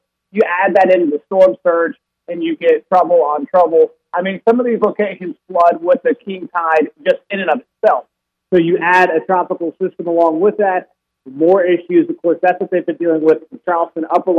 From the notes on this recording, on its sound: calls into the show from Wilmington